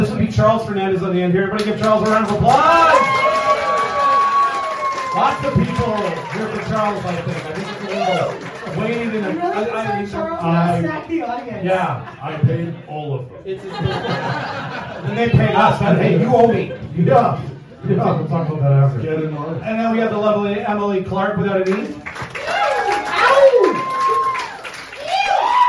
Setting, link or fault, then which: setting, busy venue